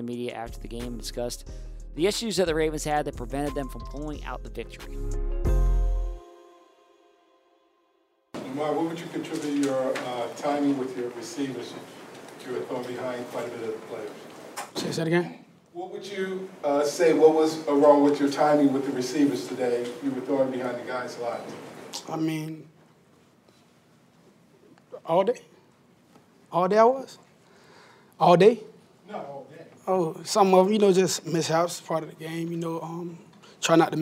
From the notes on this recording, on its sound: Colts-Ravens Week 3 Postgame Press Conference.